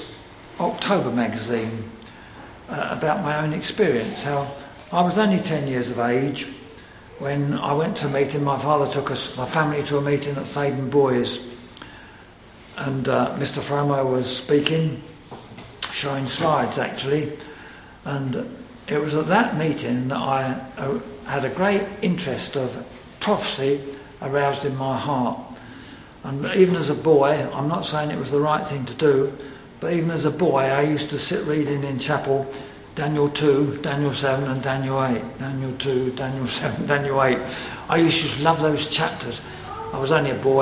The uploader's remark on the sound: Secretary's remarks at the Centenary Conference in London at Westminster Baptist Church on Saturday 24th November 2018.